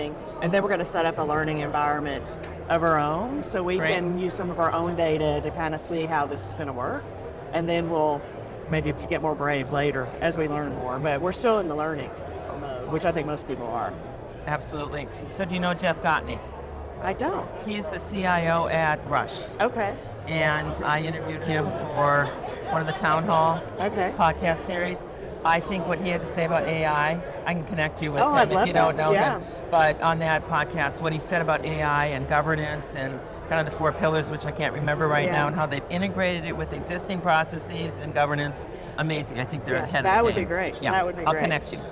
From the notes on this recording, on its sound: An Interview in Action live from the 2023 CHIME Fall Forum.